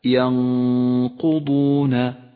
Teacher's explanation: لاحظ حرف الياء وحرف النون حرفان مرققان، وأما حرف القاف والضاد حرفان مفخمان